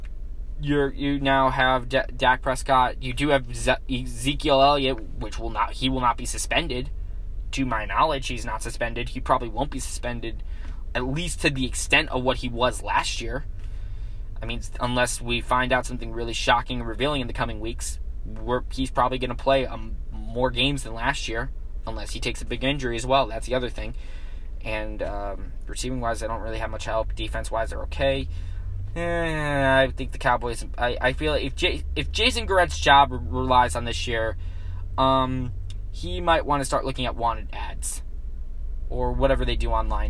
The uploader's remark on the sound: Filmed live in his car